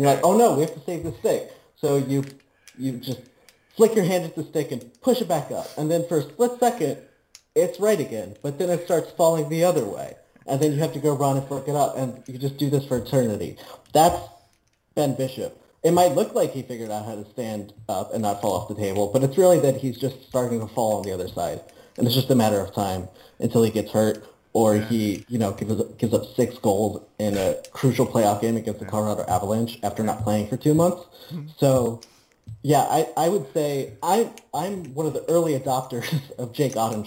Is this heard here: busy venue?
no